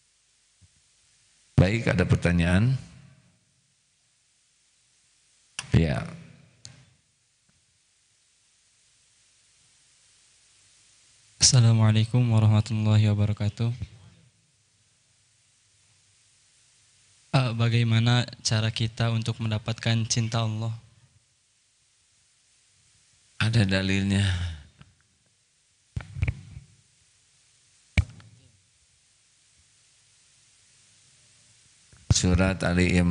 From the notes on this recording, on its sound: Live dari Masjid Daarut Tauhiid Bandung